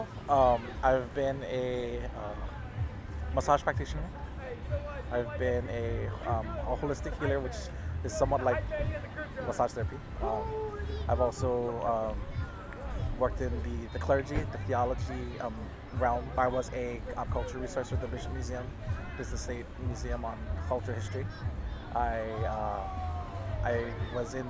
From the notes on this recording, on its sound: Live from the road: During a luau on one of the most beautiful beaches on Oahu